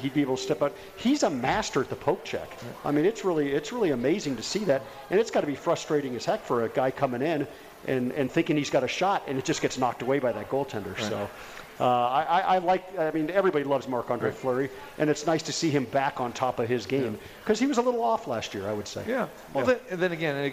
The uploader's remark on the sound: Live From The Cosmopolitan